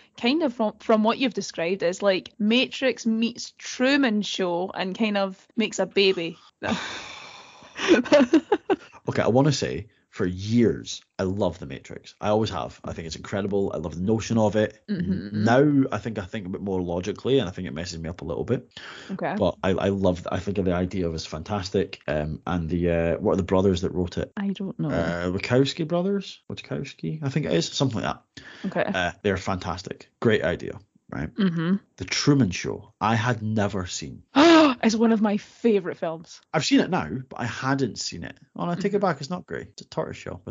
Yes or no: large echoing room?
no